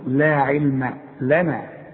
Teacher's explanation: شوف مرققه ازاي العين واللام والميم مرققين لا علم لنا ولنا برضو كلها مرققه.